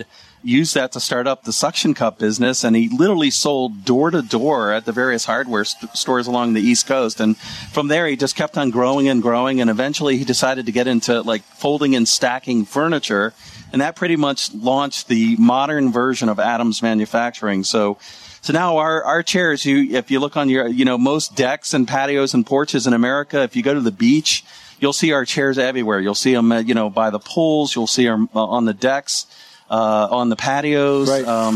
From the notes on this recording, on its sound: The Money Pit Broadcasts from the ULTIMATE BACKYARD at the 2018 National Hardware Show. Live broadcast from the 2018 National Hardware Show.